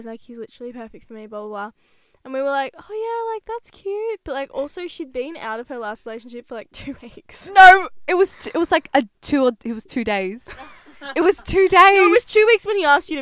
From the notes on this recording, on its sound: Taking you on a ride in the CAR this week. This little road trip.